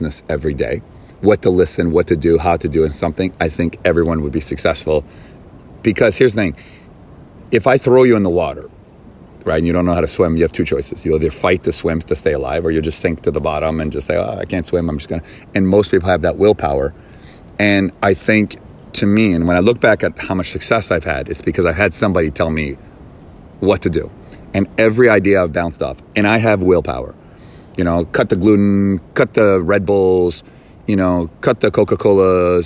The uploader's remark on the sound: recording in Bali from the cliffs above Pandawa Beach